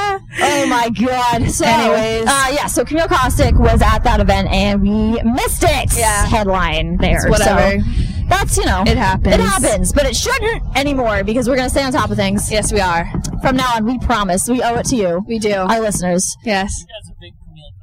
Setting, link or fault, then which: setting, inside a vehicle